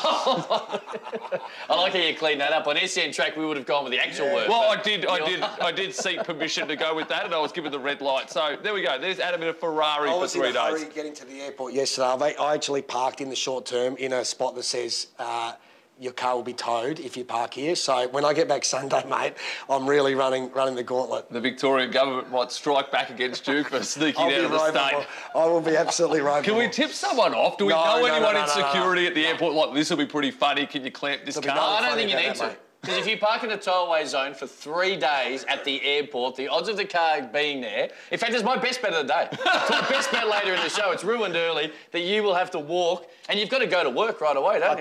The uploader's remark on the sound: live on track at Eagle Farm